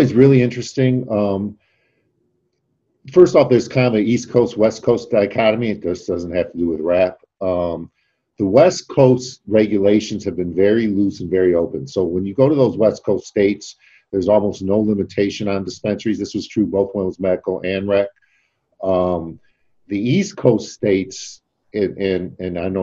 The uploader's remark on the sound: Today’s zoom video podcast